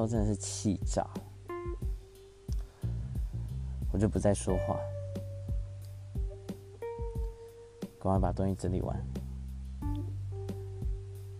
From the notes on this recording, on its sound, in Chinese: 錄音設備尚未完善，只能使用earbuds 來做錄製，音質表現還請見諒。